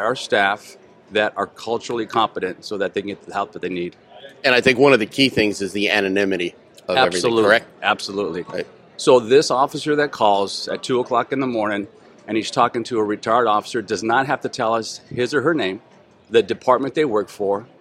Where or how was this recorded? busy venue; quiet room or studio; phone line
busy venue